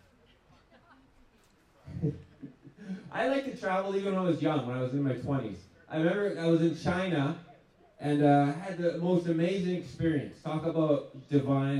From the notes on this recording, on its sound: Largest Outdoor Show Ever! The largest outdoor event he’s ever performed at!